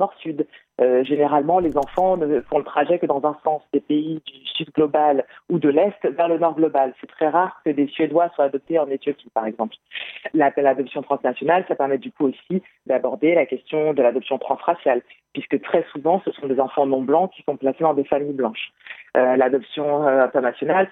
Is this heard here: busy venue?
no